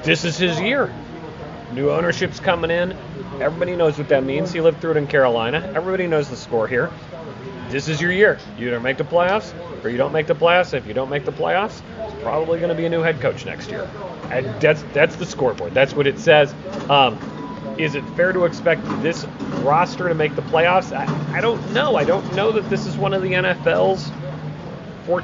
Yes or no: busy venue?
yes